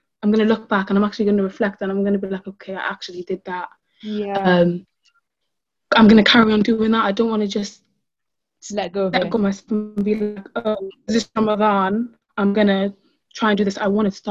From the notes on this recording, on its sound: we recorded on zoon so sorry for any audio issues!